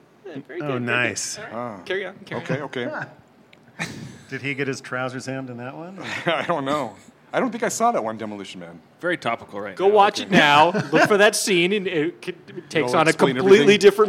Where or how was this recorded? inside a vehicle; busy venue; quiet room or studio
busy venue